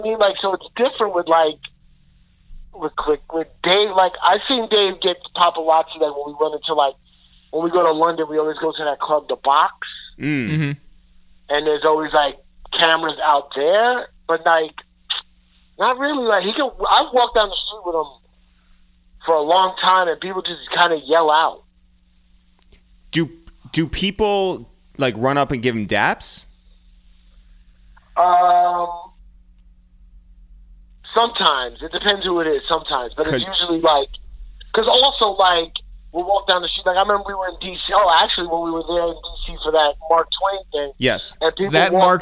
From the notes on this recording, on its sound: We make calls from our Upper West Side apartment. We then jump on the phone.